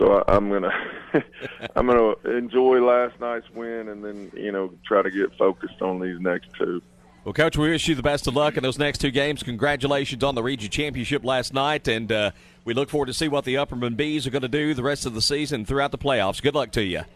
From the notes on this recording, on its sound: Live from Chick-fil-A, Interstate Drive in Cookeville….come grab breakfast Saturday morning and join us for high school football talk.